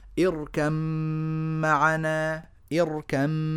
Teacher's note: ندغم الباء في الميم